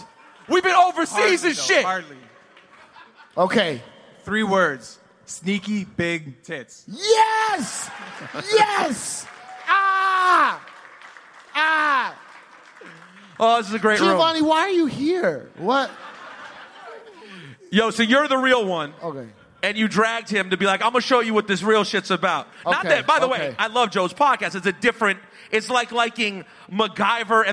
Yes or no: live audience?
yes